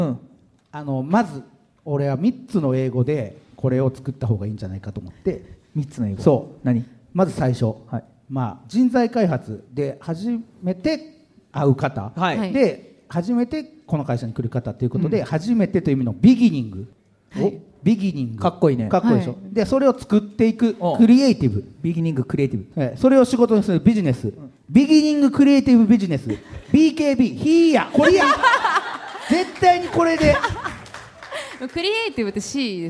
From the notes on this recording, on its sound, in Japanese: 京セラ本社に来ちゃいましたスペシャル』京セラで出張公開収録やりました！